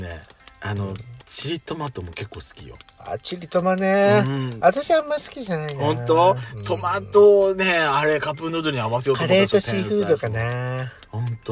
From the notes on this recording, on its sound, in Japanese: 2人組。パーキング収録。